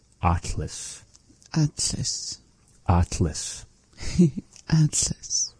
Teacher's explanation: making this really big open ah vowel and bringing the tongue up towards the behind the two front teeth, saying it Atlas.